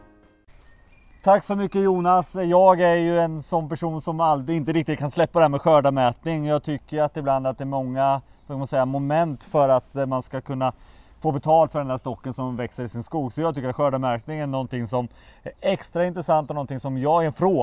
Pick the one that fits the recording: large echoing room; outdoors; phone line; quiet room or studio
outdoors